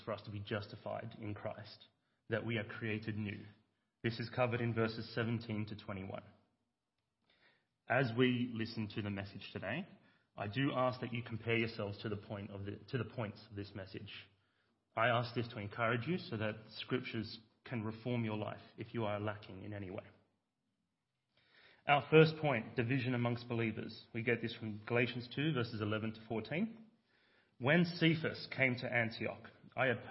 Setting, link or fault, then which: setting, large echoing room